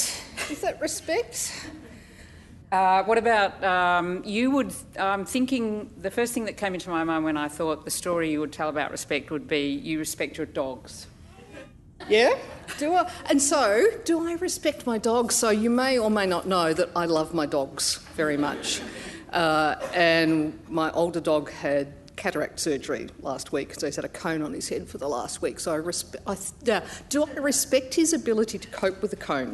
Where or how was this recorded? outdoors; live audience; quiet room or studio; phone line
live audience